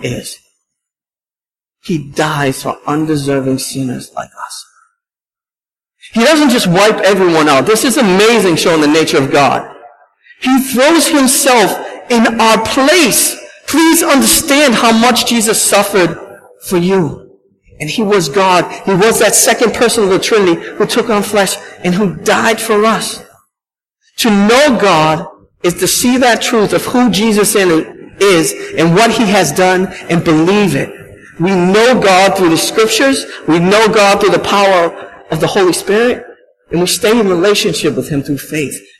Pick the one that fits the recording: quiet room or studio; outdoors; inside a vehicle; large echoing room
large echoing room